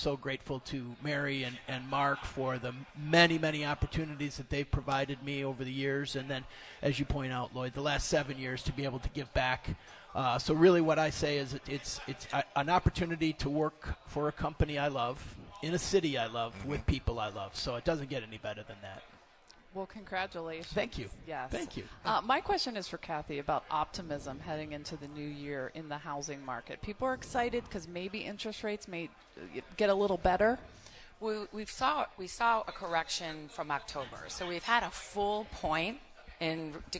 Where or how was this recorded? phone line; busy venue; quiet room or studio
busy venue